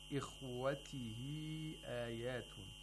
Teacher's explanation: Sheikh Minshawi did qasr of matul munfasil, which means only two vowel counts. · A disjunct mad, and the Ya'ul Mad is actually the result of Ishba' of Ha'ul Dhamir, because the Ha'ul Dhamir is preceded by a letter with a harakah, so we have to pronounce it like a long vowel, and the long vowel is a Ya'ul Mad.